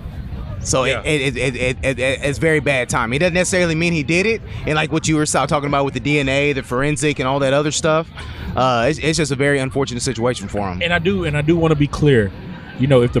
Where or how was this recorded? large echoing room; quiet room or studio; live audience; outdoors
outdoors